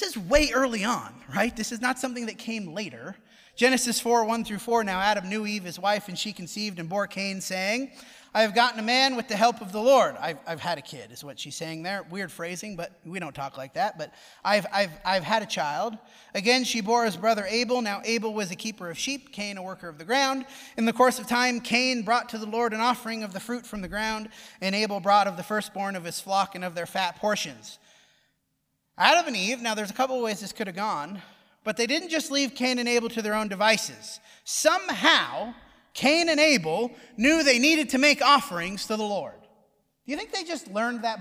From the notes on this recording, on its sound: Preached at the Dewey Church of Christ on May 17, 2020.